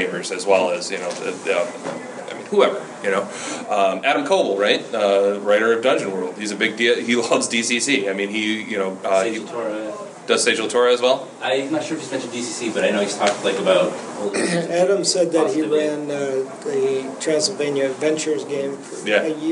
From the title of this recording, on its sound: panel at U-Con